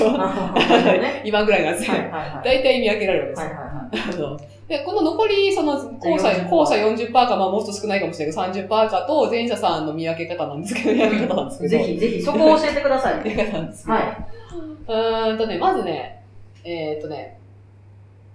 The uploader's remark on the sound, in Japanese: 今月ちょっと音質が悪いです。